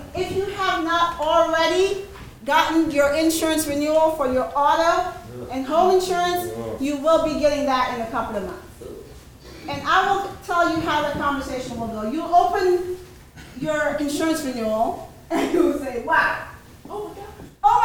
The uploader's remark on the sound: gave brief speeches and answered questions from the audience